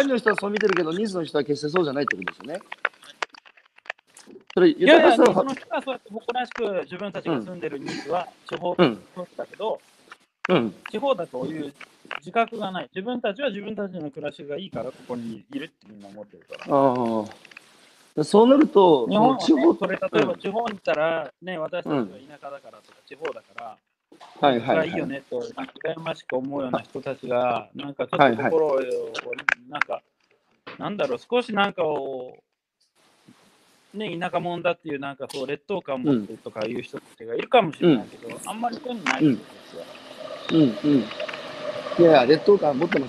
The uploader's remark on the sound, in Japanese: 歩きながら1時間、対談する